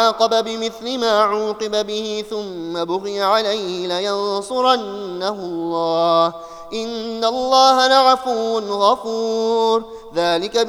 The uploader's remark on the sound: Audio Recorded at Ramadhan 2019, Northampton Mosque and Islamic Centre.